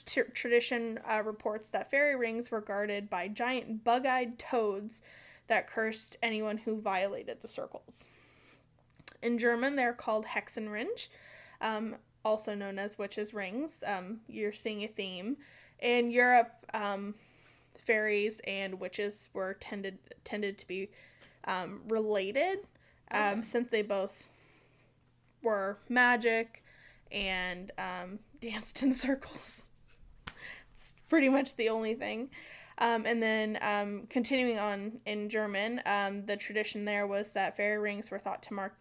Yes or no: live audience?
no